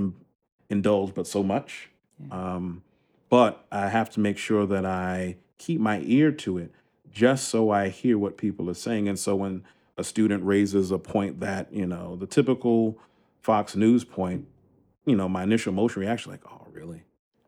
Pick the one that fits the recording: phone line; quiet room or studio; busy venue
quiet room or studio